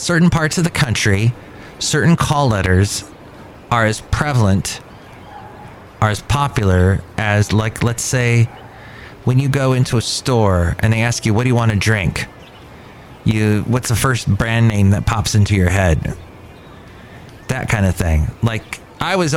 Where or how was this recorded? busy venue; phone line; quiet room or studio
busy venue